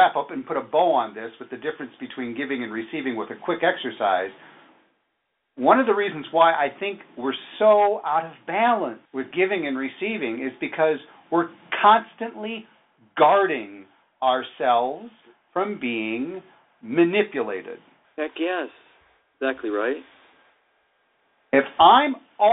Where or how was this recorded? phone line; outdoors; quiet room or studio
phone line